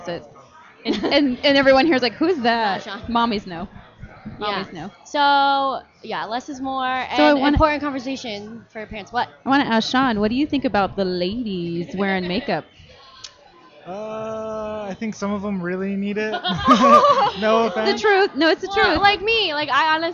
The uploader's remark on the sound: Live from the Microsoft Store in Scottsdale Fashion Square.